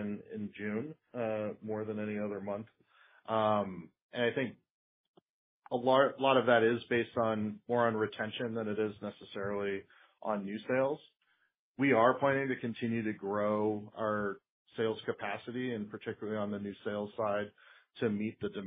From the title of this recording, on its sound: Q2 2023 Earnings Call